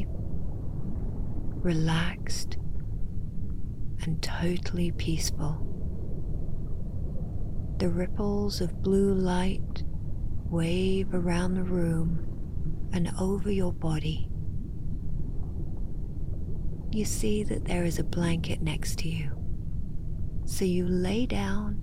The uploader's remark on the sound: Sounds in this episode: Ocean waves, Foghorn, Seagulls, low droning of the observation room fans, underwater sounds of bubbles and humming.